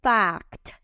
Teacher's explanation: Fíjense cómo en fact también pronuncio la T final fuerte